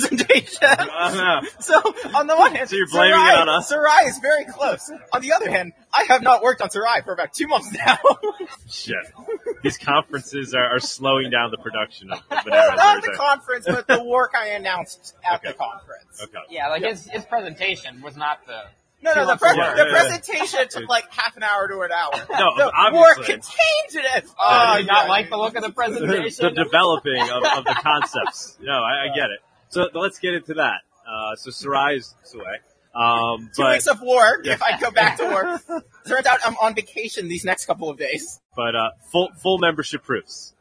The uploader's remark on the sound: LIVE from MoneroKon23 in Paralelni Polis, Prague!